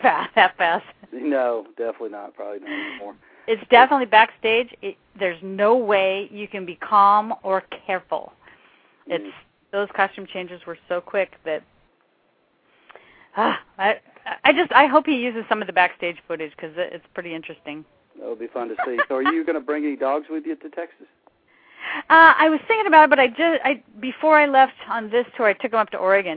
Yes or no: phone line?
yes